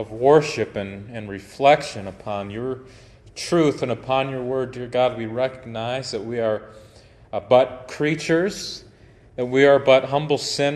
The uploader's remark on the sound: Preached at Grace Baptist Tiffin Ohio on 7/30/2023